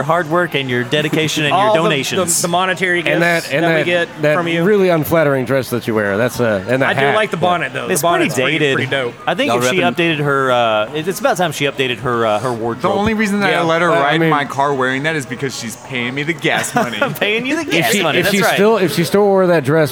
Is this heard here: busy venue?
yes